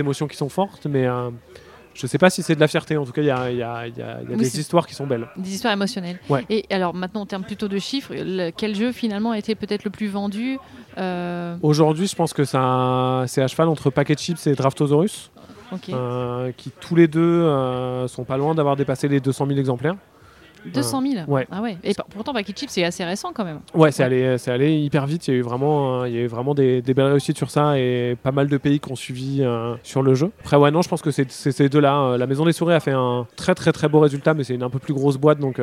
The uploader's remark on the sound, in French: Rencontre lors du Festival Paris Est Ludique 2023.